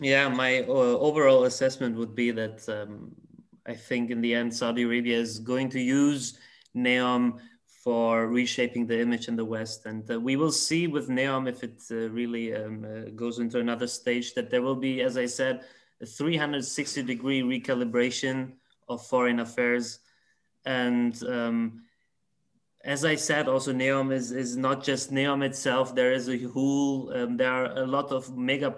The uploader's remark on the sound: In this webinar, a panel of prominent experts will assess the current state of affairs.